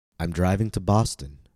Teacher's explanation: The focus word is Boston. Notice how I stressed driving and Boston, but I stressed Boston the most. It had the highest pitch